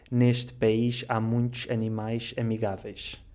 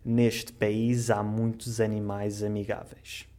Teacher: se a palavra que vem a seguir começar com uma vogal ou com a letra H, então esse sh final pronuncia-se como um Z · Shown in: second take